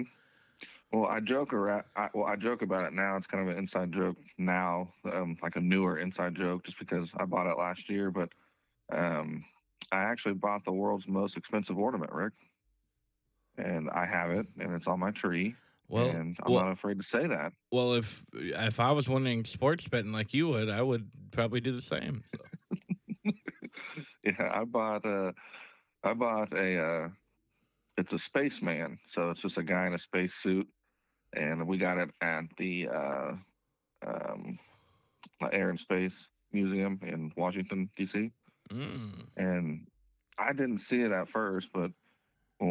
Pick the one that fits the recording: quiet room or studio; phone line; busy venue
phone line